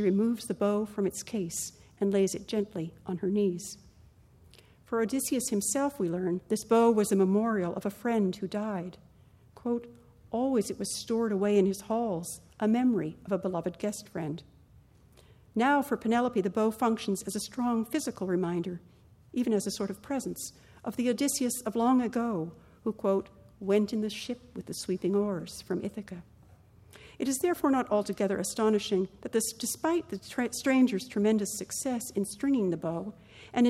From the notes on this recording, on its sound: Recording of a lecture delivered on September 22, 2017. As part of the Formal Lecture Series.